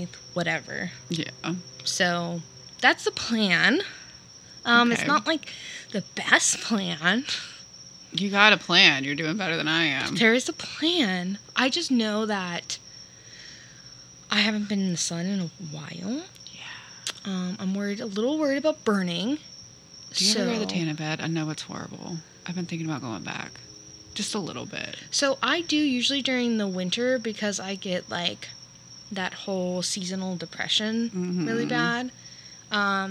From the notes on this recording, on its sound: Coming at ya with another episode recorded in the great Florida outdoors!